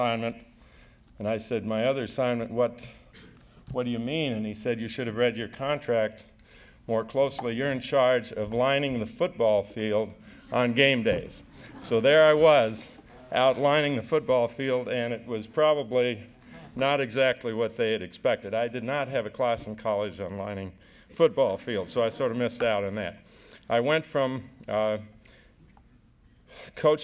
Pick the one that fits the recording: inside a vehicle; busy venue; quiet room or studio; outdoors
busy venue